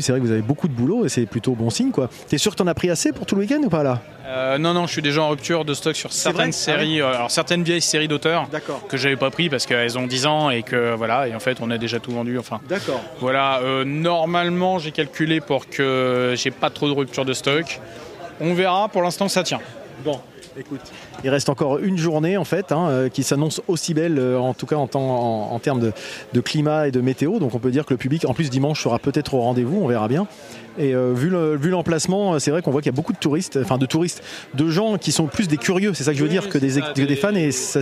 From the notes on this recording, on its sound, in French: L’EntrePod a de nouveau été convié à participer au festival de la BD de Dieppe qui s’est déroulé sur le front de mer, pour la 2e année consécutive. Nous n’avions pas de stand et je suis donc allé réaliser un épisode de « L’EntrePod de balade » en configuration nomade, prêt à dégainer le micro selon les opportunités !